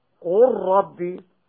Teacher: وحكمه الإظهار لحفص إلا في اللام مع الراء بعدها، فبالإدغام له وللجميع